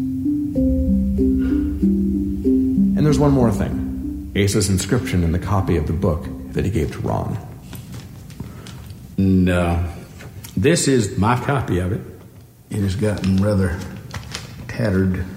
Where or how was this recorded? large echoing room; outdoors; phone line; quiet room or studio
large echoing room